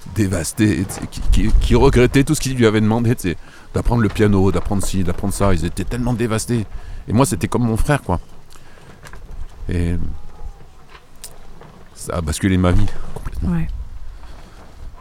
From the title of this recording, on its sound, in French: En Direct Du Bhakti Om Festival